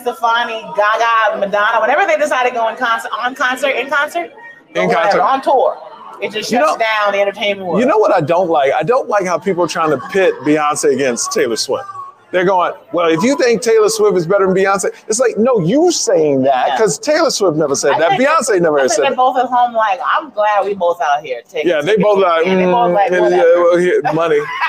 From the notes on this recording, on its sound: Live from The Comedy Cellar in Las Vegas